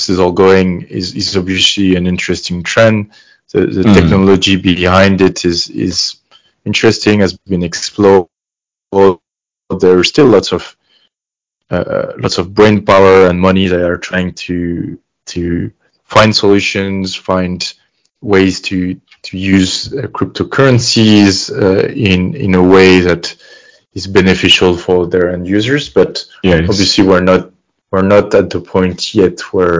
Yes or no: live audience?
no